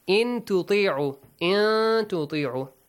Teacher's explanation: After nun sakin, you got a ta. Ikhfa. Hide the sound.